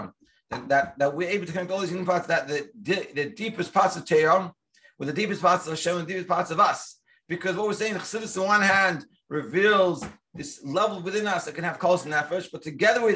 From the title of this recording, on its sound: Daily Zoom Shiur